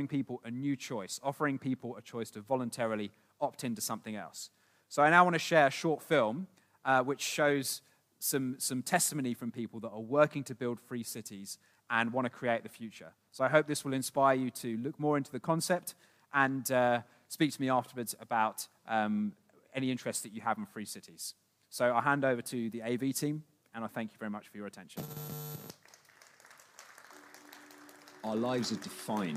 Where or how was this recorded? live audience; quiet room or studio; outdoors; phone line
live audience